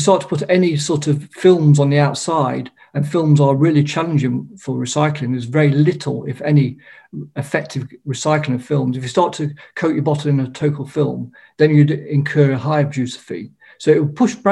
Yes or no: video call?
yes